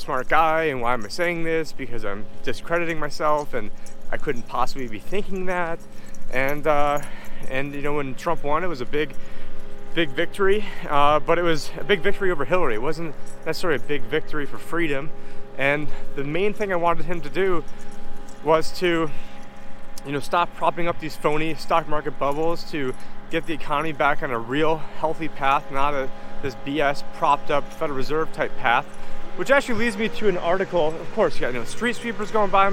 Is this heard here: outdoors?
yes